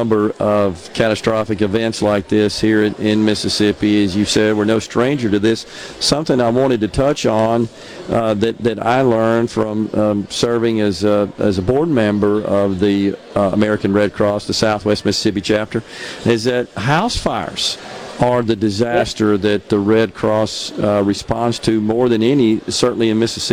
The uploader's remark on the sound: LIVE from The Communiversity in Columbus working with the Governor's Job Fair network for the Lowndes County Job Fair